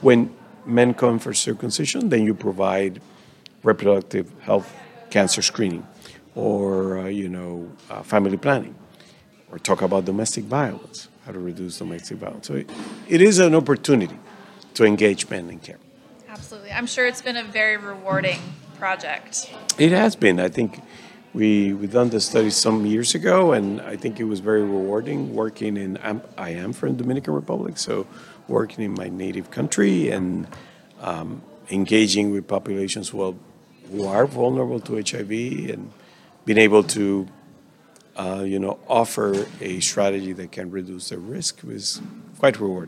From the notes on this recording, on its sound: as they interview attendees, speakers and students from the Nebraska Infectious Disease Society (NIDS) 2023 Annual Conference.